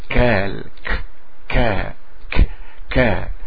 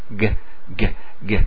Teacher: الكاف أصلا مفروض أنها كال ك ك ك ك، لكن هو يجعلها ج ج ج، يجعلها بالصوت فيقول جال · Term: الكاف المجهورة